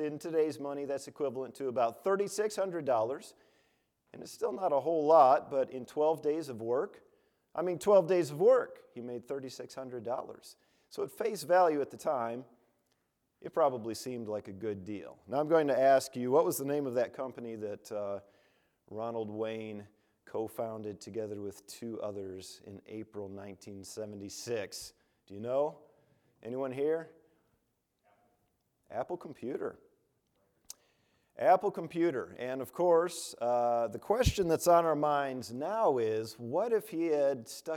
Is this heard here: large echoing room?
yes